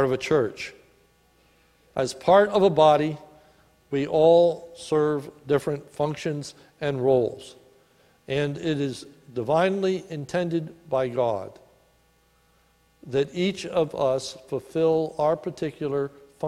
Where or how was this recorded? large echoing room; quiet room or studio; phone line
large echoing room